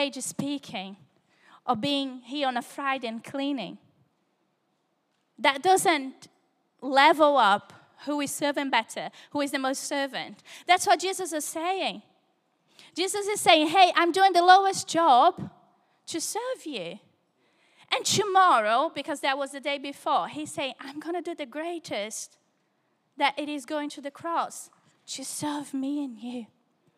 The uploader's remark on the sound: Recorded Live at Life Church Lancashire on Sunday 18th February 2024.